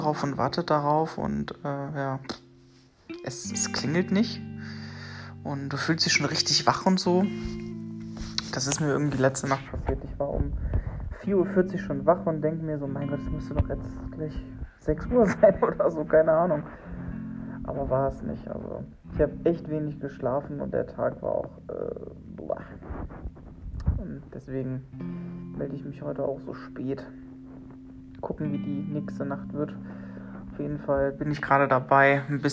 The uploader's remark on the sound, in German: Mir ist es ein Rätsel wieso der Sound heute so ist